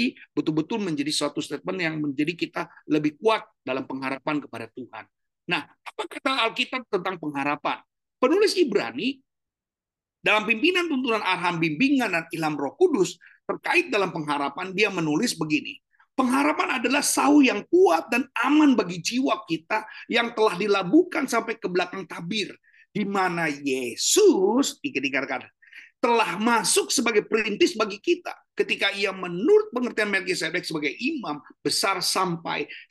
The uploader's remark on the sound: Audio Zoominar.